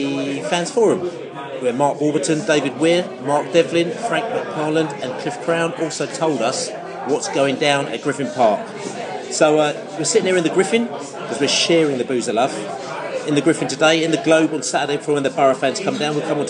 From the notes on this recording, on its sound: Post Norwich match - fan discussion in the pub. Norwich discussion with Beesotted crew in the pub. Brentford fans forum discussion.